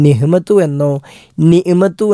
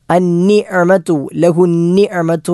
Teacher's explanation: ഐൻ എന്ന അക്ഷരം തൊണ്ടയുടെ മധ്യഭാഗത്ത് നിന്ന് പുറപ്പെടേണ്ട അക്ഷരമാണ്. · Shown in: second take · അത് നഹബുദു എന്നോ അല്ലെങ്കിൽ നിഹ്മത്തു എന്നോ നിഇമത്തു എന്നോ ഒക്കെ പറഞ്ഞാൽ തെറ്റാകും.